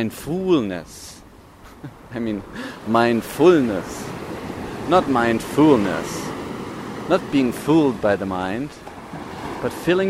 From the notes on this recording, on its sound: Walks on the beach in Sri Lanka as he talks into an audio recorder. This is the unedited version of this unscripted podcast.